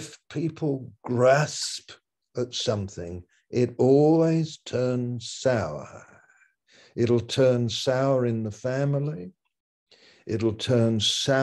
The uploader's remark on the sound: Malaysia Meets (Zoom)